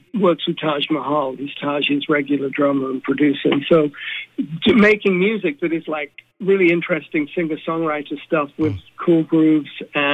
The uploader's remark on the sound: chats on the phone